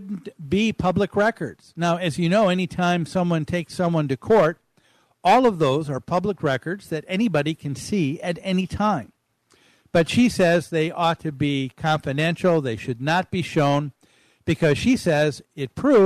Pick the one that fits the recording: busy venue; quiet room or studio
busy venue